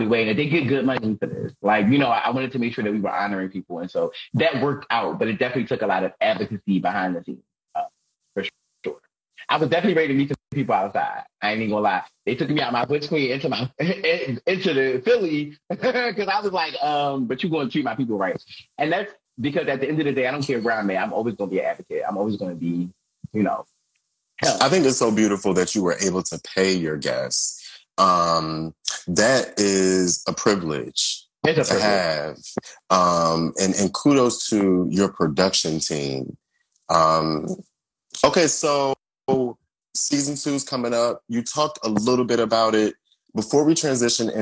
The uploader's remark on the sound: Instagram Live audio